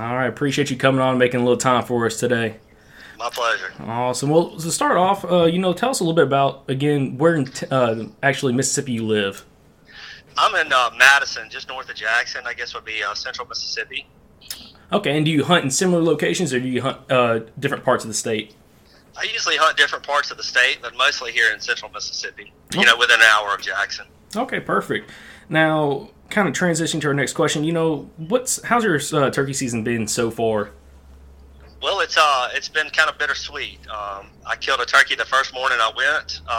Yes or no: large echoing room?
no